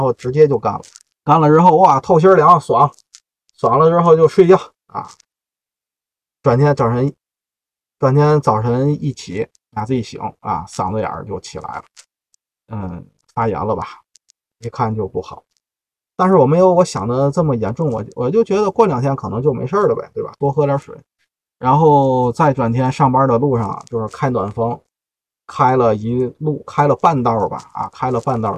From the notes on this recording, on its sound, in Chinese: 本期录音在车里录的，效果略有瑕疵，各位包涵。